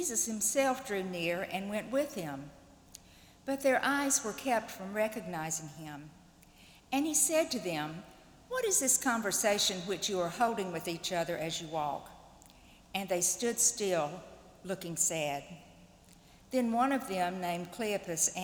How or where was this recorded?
large echoing room